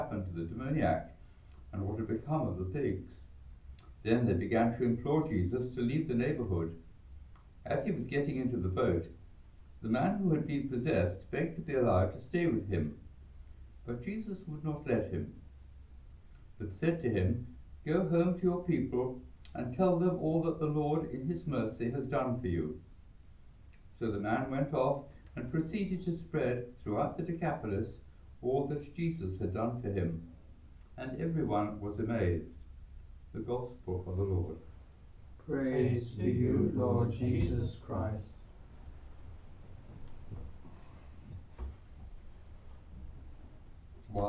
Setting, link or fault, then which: setting, live audience